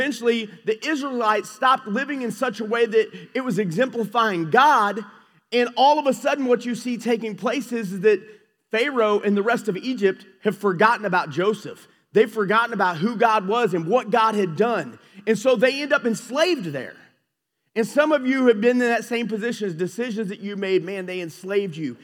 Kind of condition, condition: setting, large echoing room